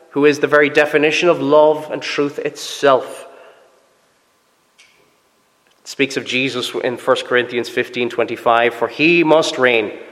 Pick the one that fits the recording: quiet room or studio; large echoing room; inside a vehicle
large echoing room